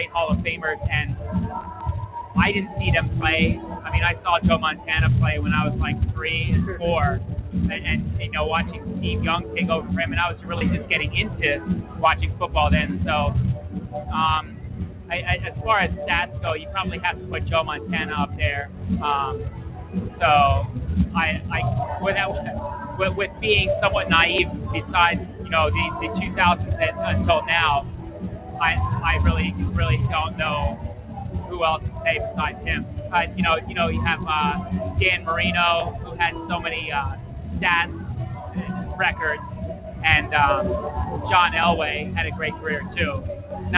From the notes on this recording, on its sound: Broadcasting LIVE from the Wilson High School (West Lawn, PA) gymnasium for the schools 2015 MiniTHON event.